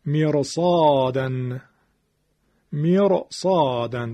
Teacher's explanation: مانند میرصادن، میرصادن. ببینید را ساکنه بعدش حرف استعلا اومده، حتی با اینکه ما قبلش هم کسر اومده، اما همون صاد وتو میکنه به قول معروف اون کسر رو و باعث تفخیم را میشه